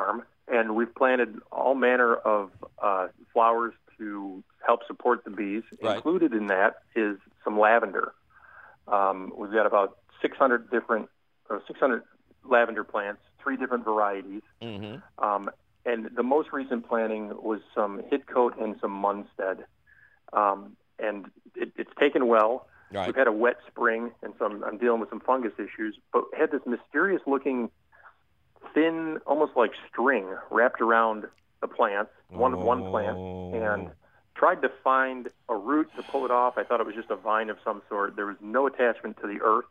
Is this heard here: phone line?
yes